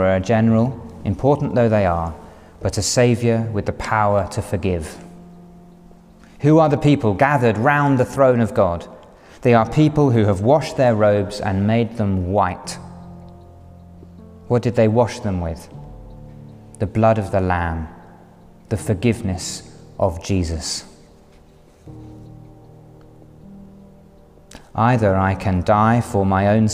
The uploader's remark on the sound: A Sermon Preached at A Special Commemoration Service For Her Late Majesty Queen Elizabeth II